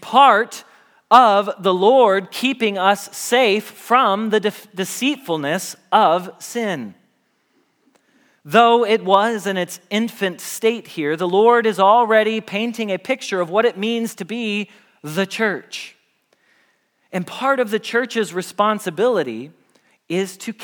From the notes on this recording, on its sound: Message Preached at Valley Creek Church